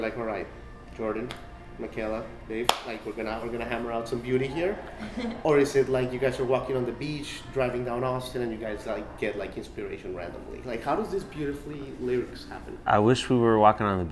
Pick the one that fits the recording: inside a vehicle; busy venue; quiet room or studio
busy venue